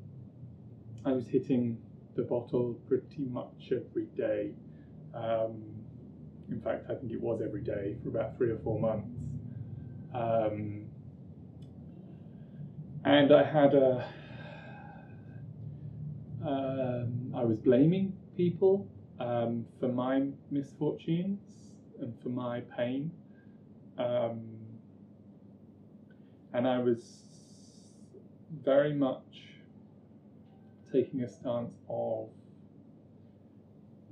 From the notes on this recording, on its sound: I apologise for the audio, it was recorded before I knew how to manage proper audio.